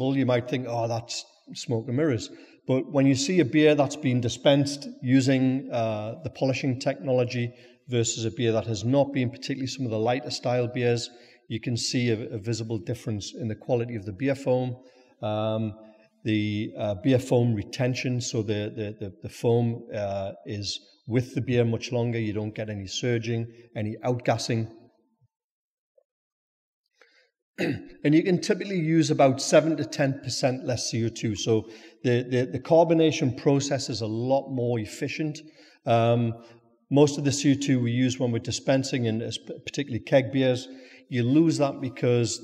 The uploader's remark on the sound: speak at our recent Brewers Lectures in Newcastle